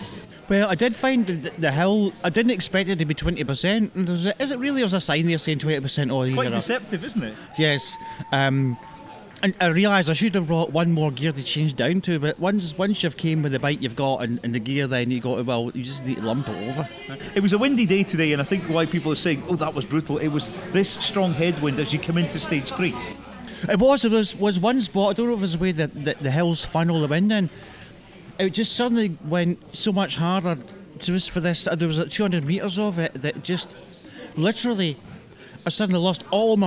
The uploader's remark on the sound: At the inaugural Ride and Run event in Dunoon, Argyll and Bute organised by the PA23BID group. Broadcast on DCR 97.4FM.